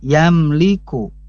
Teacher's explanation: Mimnya itu dibiasakan saja, tidak ditahan yamliku, tidak, tapi yamliku langsung. · Term: idhar syafawi